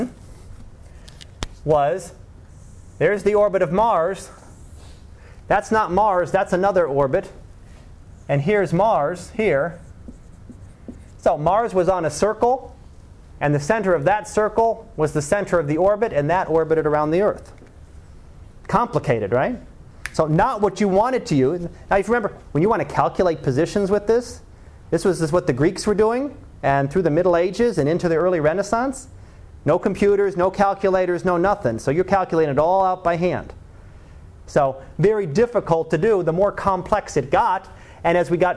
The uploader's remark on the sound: Live Class Lecture